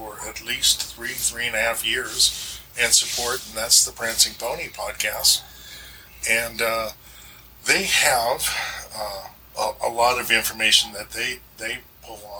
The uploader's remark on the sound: My microphone died right before the interview, so it sounds like we were farther away than we actually are.